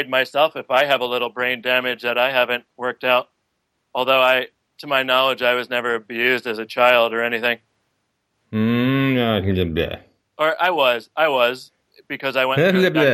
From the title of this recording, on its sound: Sunday Call In Show